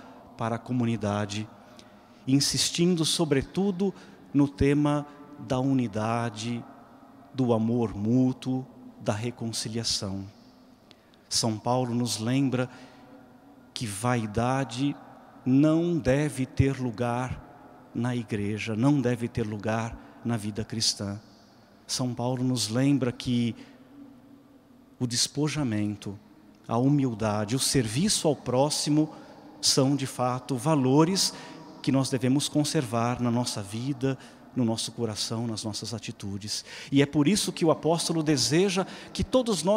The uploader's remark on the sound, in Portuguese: Santa Missa direto de Aparecida